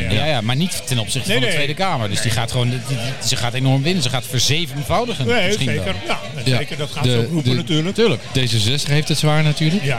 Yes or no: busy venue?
yes